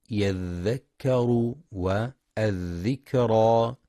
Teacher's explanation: ينتبه القارئ لرخاوة الذال، وهو جريان الصوت عند النطق بالحرف